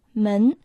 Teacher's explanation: Второй иероглиф «мен» произносится во втором тоне.